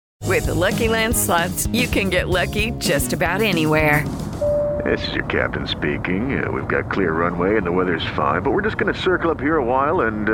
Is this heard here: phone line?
yes